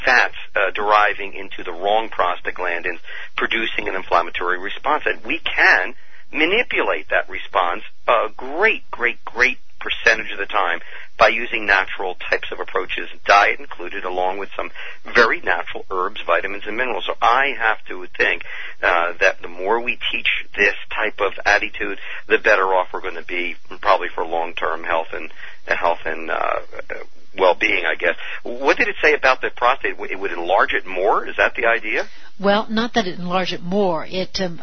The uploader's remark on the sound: Open phone lines. Healthy Talk Radio.